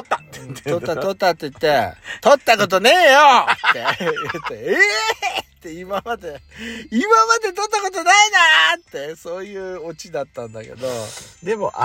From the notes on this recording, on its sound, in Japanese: 2人組。パーキング収録。